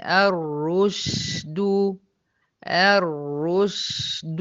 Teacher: انتبهي للشين ورخاوة الشين، علشان لو ما اديتليش للشين رخاوتها واديتيها زمنها هتبقى معاكي الرشد، هتيجي معاكي جيم الرشد من الغي، لكن الرشد الرشد من الرشد.